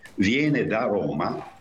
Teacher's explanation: Il caso di da, del primo, è molto significativo, perché se io dico viene da Roma, preposizione da, non c'è nessun accento, la preposizione è, così dire, atona, cioè è priva di accento, si appoggia sulla parola che segue